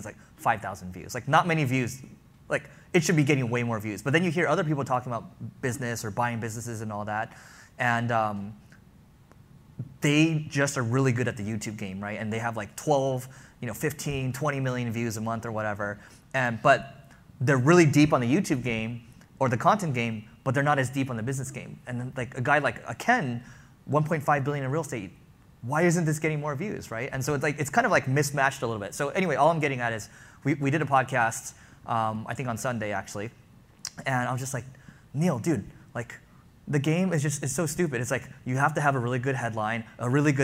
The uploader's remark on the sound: live session at the Leveling Up Founders Event